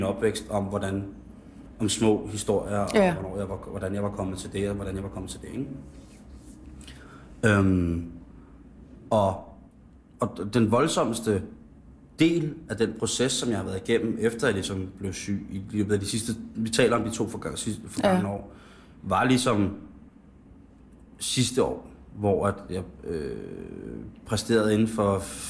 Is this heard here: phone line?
no